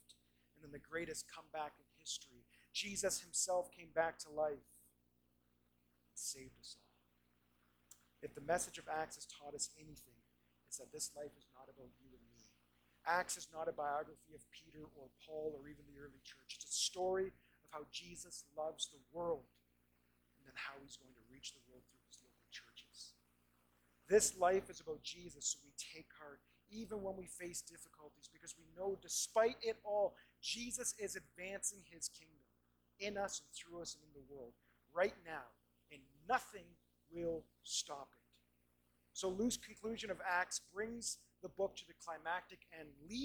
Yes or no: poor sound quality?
yes